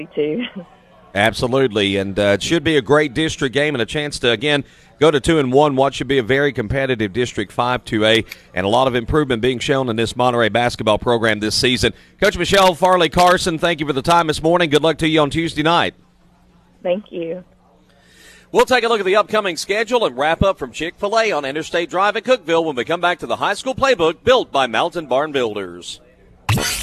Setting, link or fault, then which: setting, busy venue